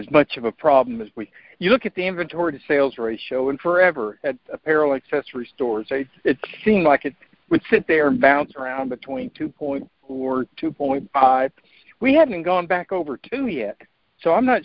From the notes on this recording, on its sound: Monthly Conference Call